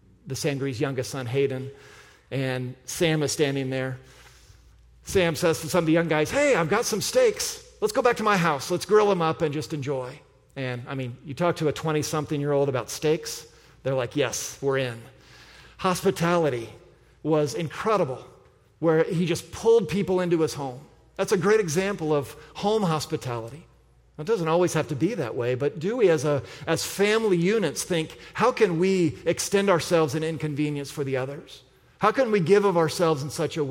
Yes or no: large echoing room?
yes